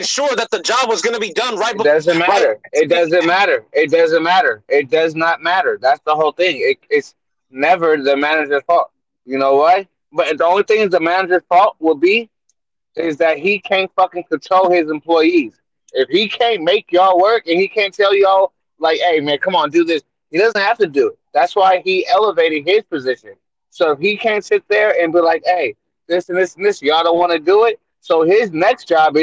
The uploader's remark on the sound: BEHIND THE WHEEL EDITION. While driving in traffic. As we conduct Behind The Wheels behind the wheel.